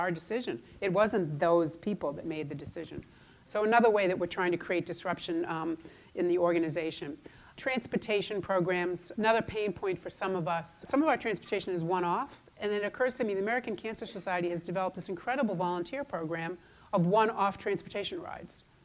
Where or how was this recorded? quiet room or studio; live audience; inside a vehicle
live audience